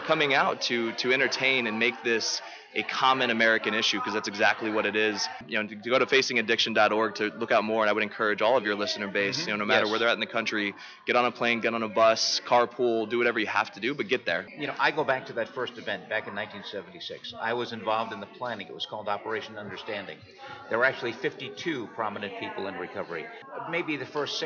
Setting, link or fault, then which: setting, busy venue